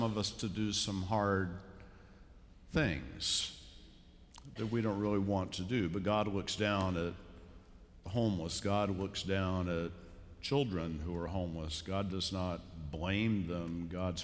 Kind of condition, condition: setting, large echoing room